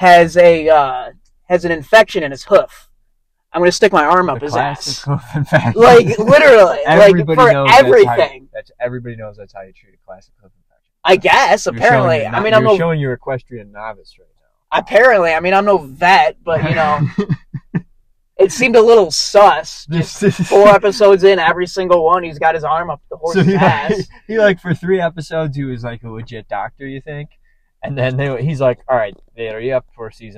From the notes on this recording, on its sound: Sorry the audio quality is shit.